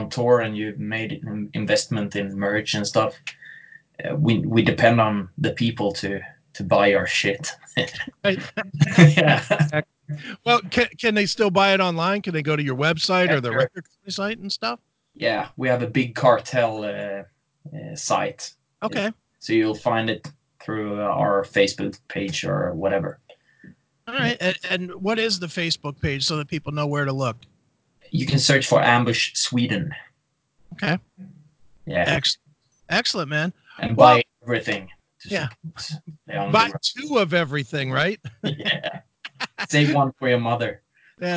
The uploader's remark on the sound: skyped